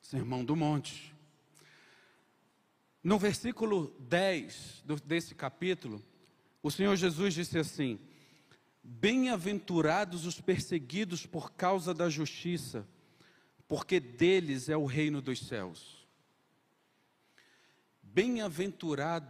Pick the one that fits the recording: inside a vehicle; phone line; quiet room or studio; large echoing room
large echoing room